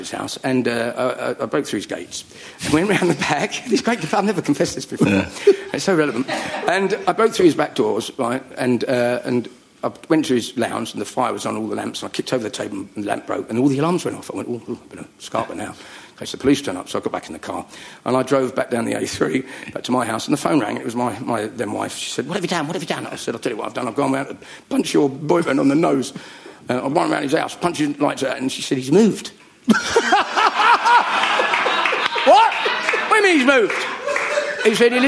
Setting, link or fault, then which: setting, live audience